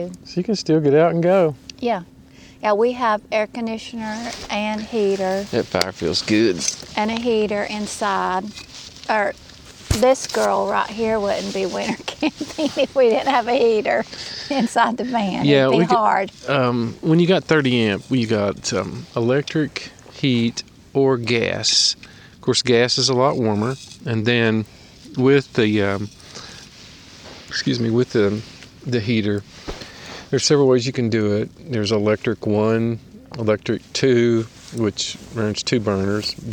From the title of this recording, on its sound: Fireside chat from Norris Dam State Park